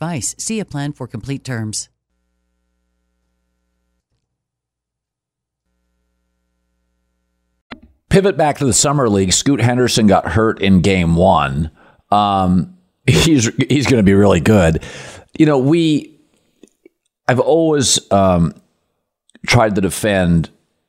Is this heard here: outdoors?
no